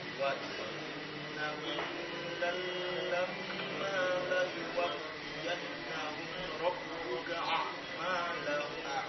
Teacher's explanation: Untuk lam yang bertasydid tidak didengungkan, tidak didengungkan